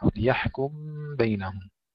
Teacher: ليحكم بينهم عندنا السوسي يقرأها بالإدغام الكبير، يعني بإخفاء الميم عند الباء